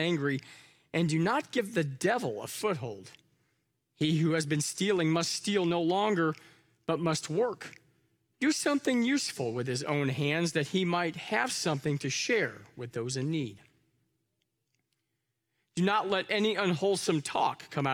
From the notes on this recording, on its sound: Live from our Celebration Ministry Center